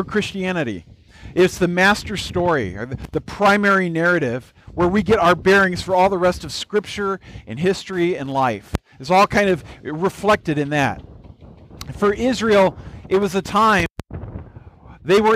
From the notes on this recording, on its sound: This was a special message at our church picnic (recorded outdoors). Note: The beginning of the message set up our communion time and did not get recorded.